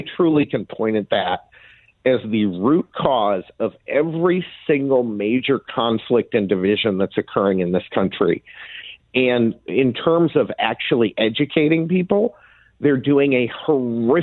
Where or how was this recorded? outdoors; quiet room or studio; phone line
phone line